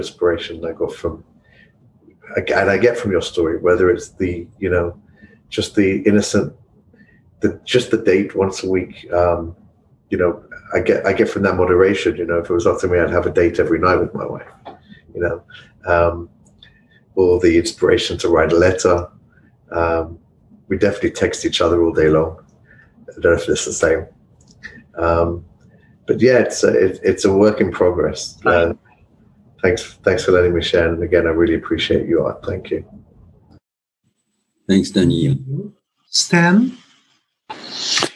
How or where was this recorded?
video call